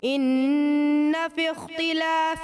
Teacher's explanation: ایک جگہ ان فی اختلاف میں جو خوا ہے اس کو مجھے لگا باریک کر دیا